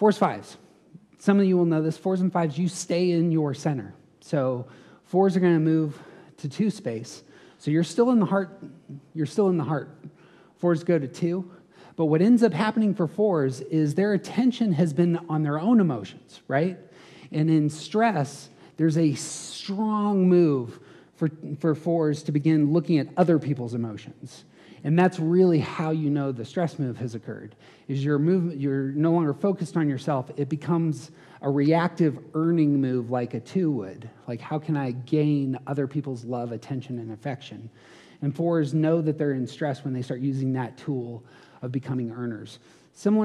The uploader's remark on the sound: Hosted a conference. These episodes contain some of the live audio from that event.